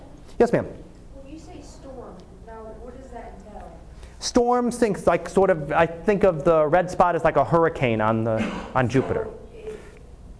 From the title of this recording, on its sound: Live Class Lecture